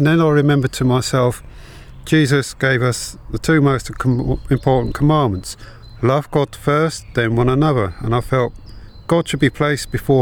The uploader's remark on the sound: A practical session, recorded in the countryside.